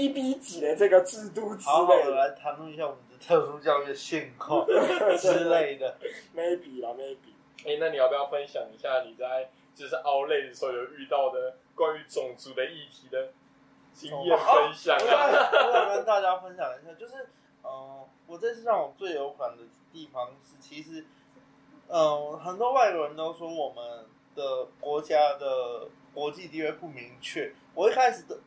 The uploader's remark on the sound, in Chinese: 三個師大屁孩沒有錄音設備，還是決定亂七八糟開始錄看看試播集